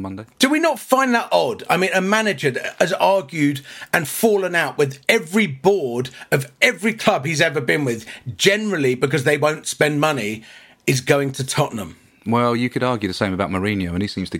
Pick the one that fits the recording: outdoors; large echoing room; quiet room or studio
quiet room or studio